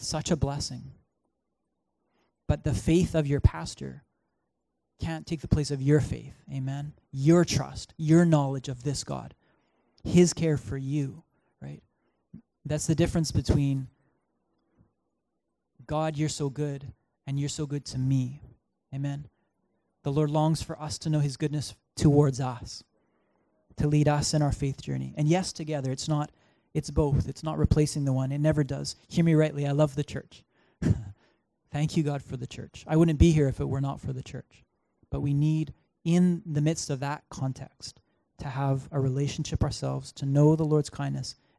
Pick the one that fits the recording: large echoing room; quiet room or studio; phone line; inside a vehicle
large echoing room